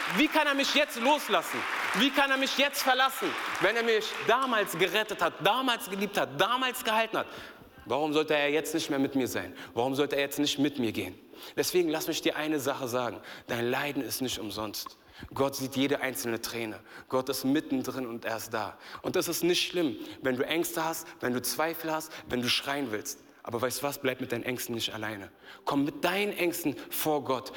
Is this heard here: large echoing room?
yes